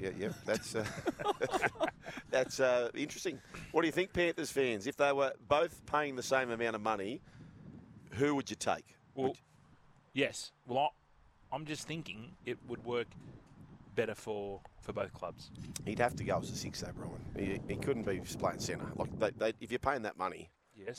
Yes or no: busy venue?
yes